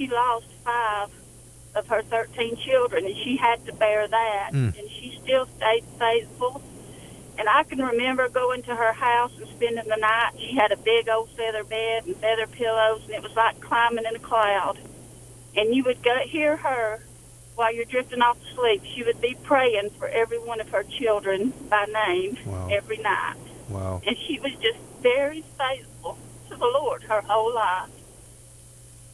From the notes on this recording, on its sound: taking listener phone calls